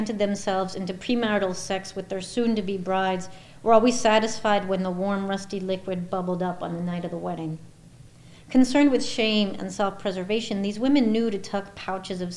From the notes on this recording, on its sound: This talk was recorded in Memorial Hall at UMass Amherst.